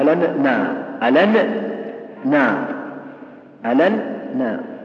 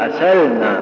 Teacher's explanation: فتشديد النون في ألنا وتخفيفها في أسلنا هو الفرق بينهما في اللفظ